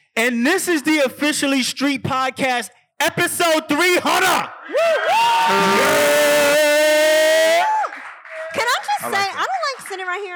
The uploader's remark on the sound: LIVE IN NYC!